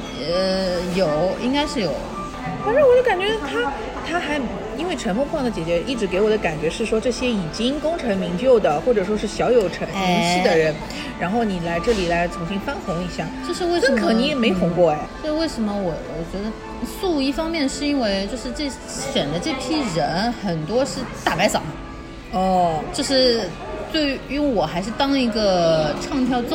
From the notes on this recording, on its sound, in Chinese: 每次录制基本都是在餐厅吃饭，没有条件升级录音设备